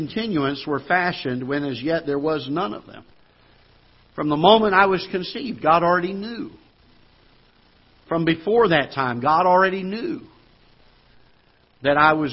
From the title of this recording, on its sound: Ketha Heights Baptist Church ~ Live Broadcast